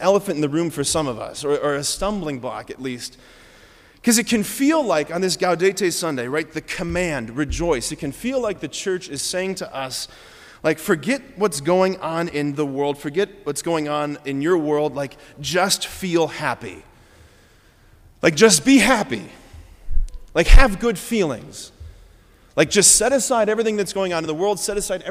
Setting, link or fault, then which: setting, large echoing room